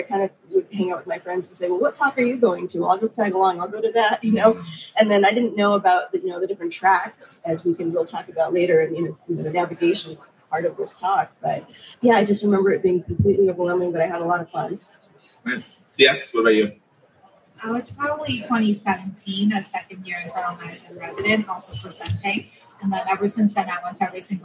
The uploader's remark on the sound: Live from #DDW2023. We're live from Digestive Disease Week 2023! In our first-ever live recording. Answer live attendee questions.